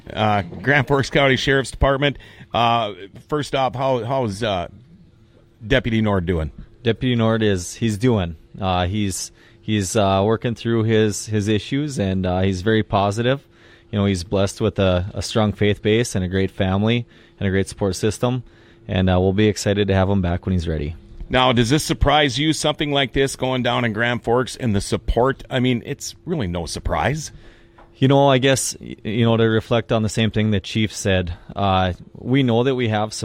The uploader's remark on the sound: GFBS on location at Darcy's Cafe for the Holte Hero Shirt Memorial